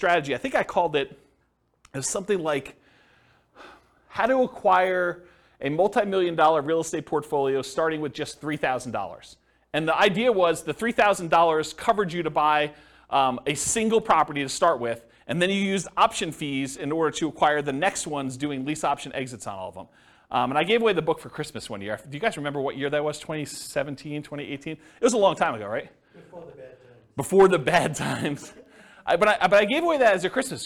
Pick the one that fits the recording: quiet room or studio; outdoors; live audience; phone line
live audience